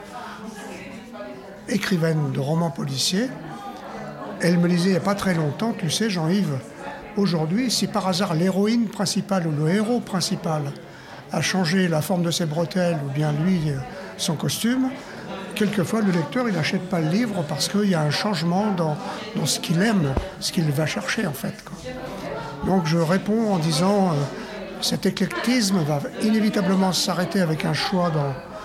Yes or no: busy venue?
yes